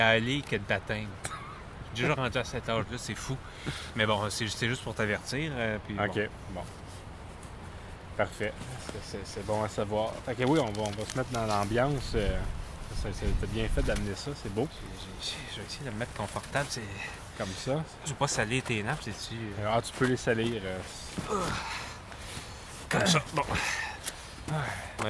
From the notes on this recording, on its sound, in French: Nous avons également rencontré des auditeurs lors de l'enregistrement de cet épisode, ce fut un grand plaisir! Enregistré au Parc Thomas-Chapais dans Tétreaultville à Montréal.